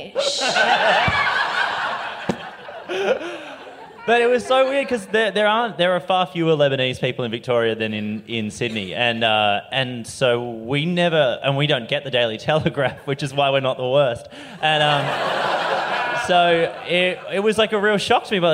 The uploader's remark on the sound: LIVE